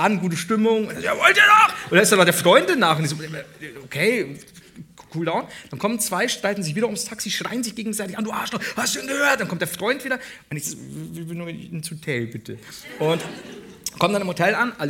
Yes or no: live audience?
yes